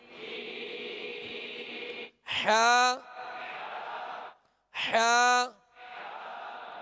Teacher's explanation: سا جیم ہا ہا حلق سے، وسط سے حلق سے ادا کریں گے، درمیانے حلق سے ہا ہا خو خوا کو پر کیوں پڑھیں گے؟